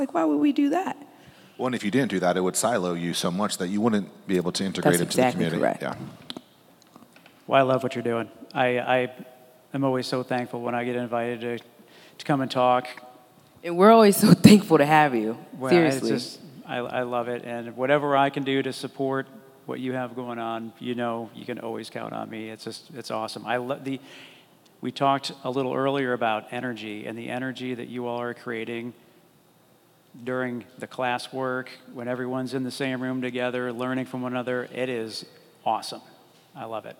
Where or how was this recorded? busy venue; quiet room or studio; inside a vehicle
busy venue